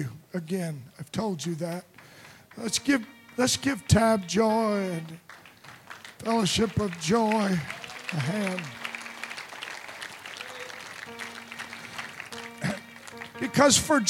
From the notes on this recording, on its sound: Preached at Deep Calleth Deep Conference 23, 5 Dec Evening Service